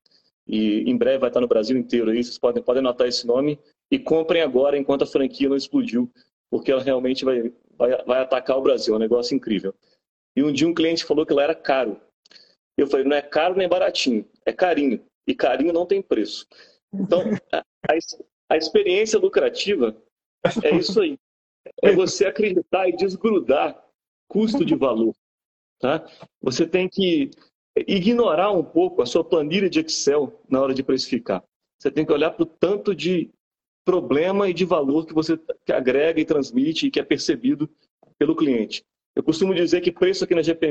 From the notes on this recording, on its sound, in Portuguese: proveniente de uma live realizada no nosso perfil do instagram